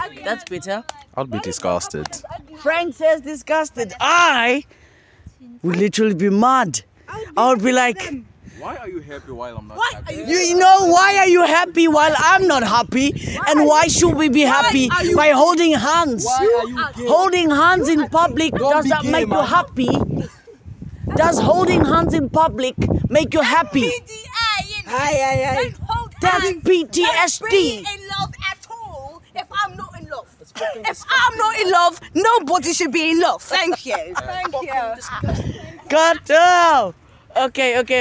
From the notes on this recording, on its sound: nevermind the bad feedback we got from the wind, the mic wasn't with us